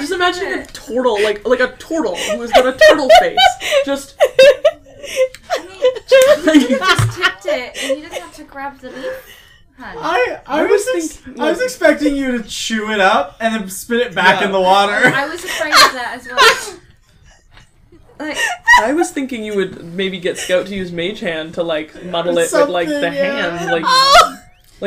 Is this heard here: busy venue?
no